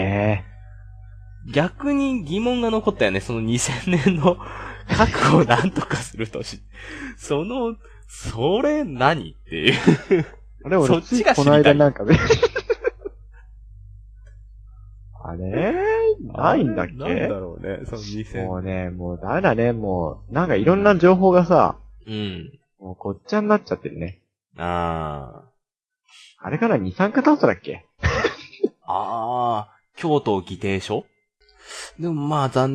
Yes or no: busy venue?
no